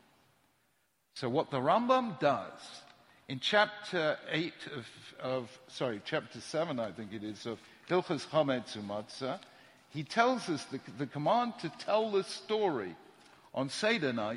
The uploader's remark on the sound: The following shiur was recorded at Yeshiva University on 26th March 2017